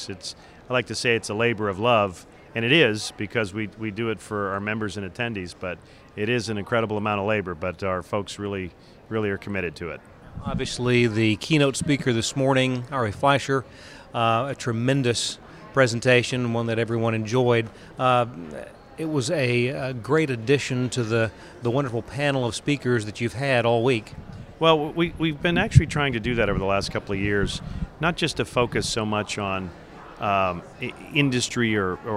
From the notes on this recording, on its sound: Live at IGNITE - the Independent Show. We are live at the NCTC/ACA Ignite event in Chicago.